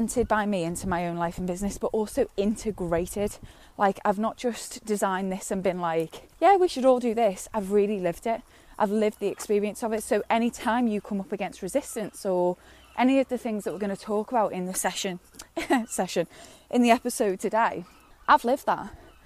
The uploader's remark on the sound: recorded on a dog walk